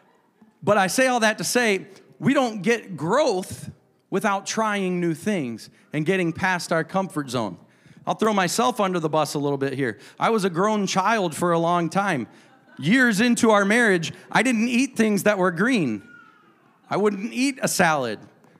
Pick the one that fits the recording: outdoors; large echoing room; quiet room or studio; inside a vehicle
large echoing room